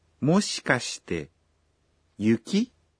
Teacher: This is a question with a rising intonation at the end.